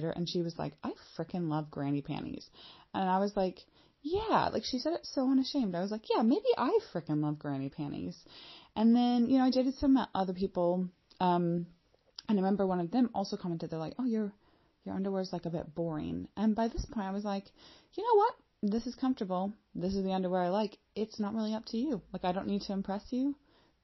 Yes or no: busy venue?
no